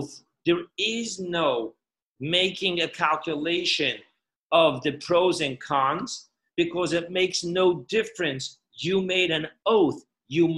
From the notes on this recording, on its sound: Parsha Zoom Class.